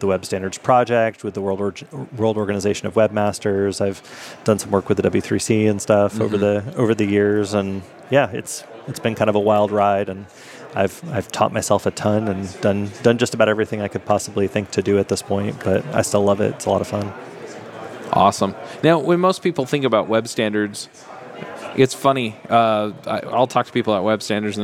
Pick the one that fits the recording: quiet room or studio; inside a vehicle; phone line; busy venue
busy venue